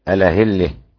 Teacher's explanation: وتأتي الإمالة لحمزة على وجه النقل